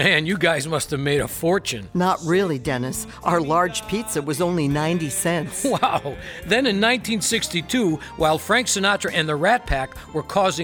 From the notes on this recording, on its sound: Live at the South Point Casino.